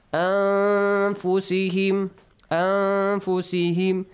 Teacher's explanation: Okay, خير لأنفسهم أنفسهم after نون ساكن. If you see the فا، you hide the sound of نون ساكن، nasal sound.